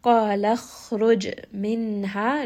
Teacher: Noon sakin here is going to have a idhar, meaning noon sound is pronounced clearly. Ha is going to be a 2-count med.